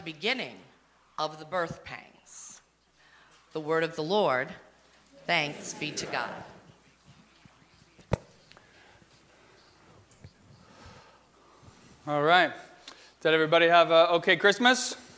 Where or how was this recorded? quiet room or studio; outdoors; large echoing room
large echoing room